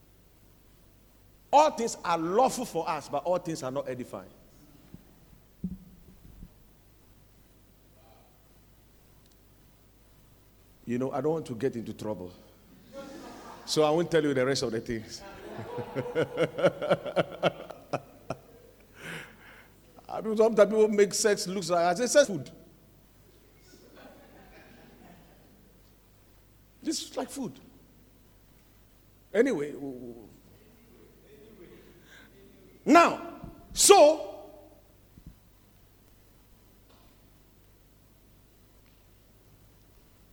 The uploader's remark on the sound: Preached at the Watered Garden Church